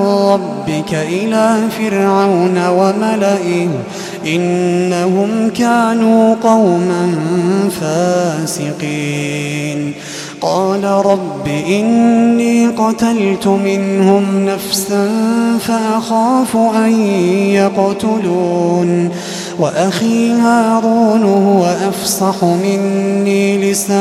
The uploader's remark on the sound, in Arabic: تسجيلات من صلاة التراويح لشهر رمضان عام 2016.